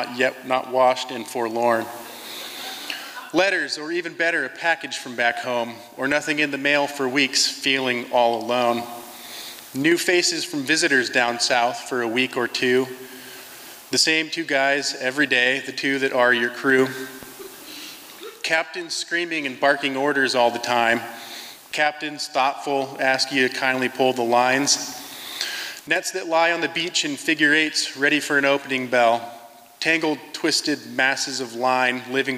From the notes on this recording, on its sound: From the 2023 FisherPoets Gathering. This recording was made on Friday, February 24th, 2023, at the Liberty Theatre in Astoria, OR as part of the FisherPoetry Archive Project.